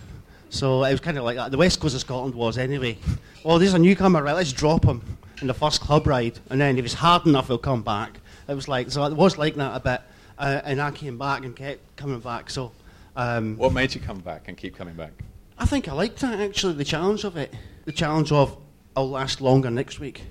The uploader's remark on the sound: Recording from the London launch. Look Mum No Hands!